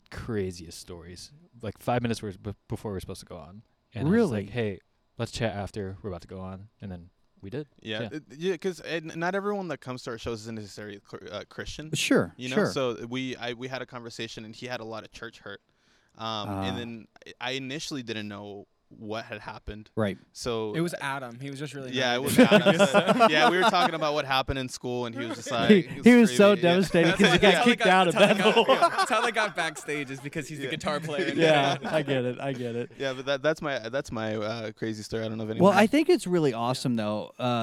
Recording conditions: busy venue